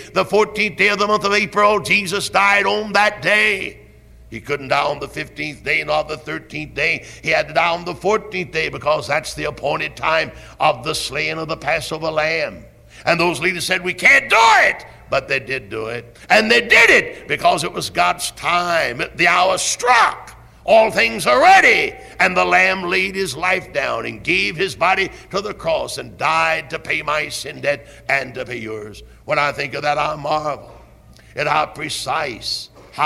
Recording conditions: large echoing room